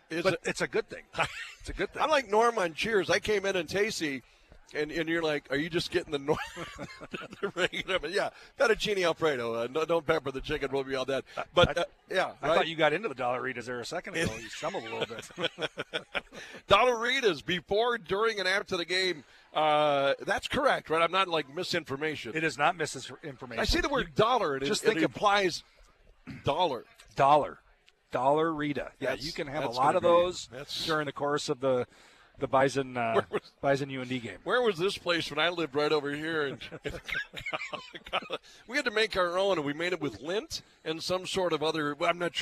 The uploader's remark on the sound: Broadcasting live from the north Fargo Applebee's location.